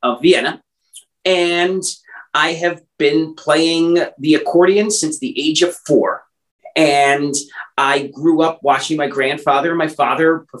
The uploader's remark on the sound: Original Zoom Audio